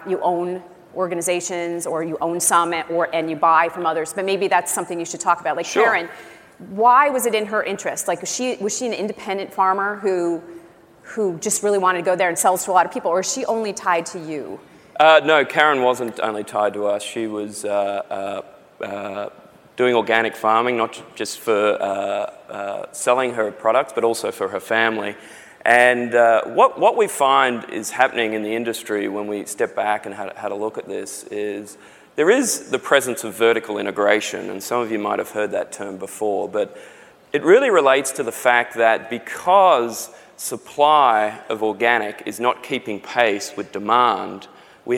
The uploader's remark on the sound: The best of live interviews from GreenBiz events.